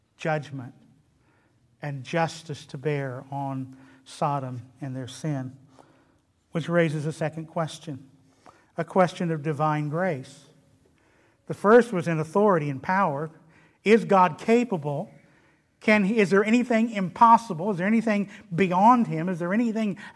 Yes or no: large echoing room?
yes